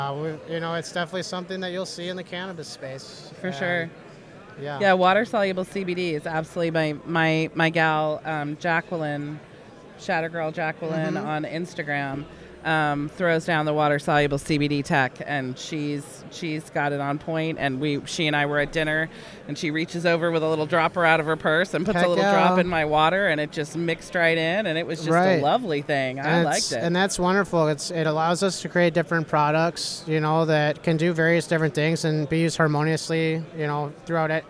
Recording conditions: busy venue